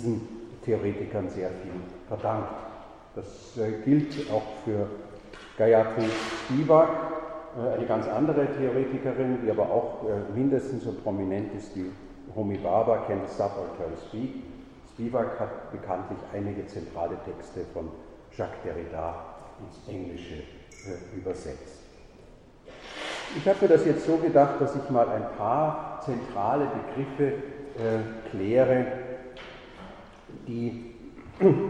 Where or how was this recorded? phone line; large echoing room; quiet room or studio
large echoing room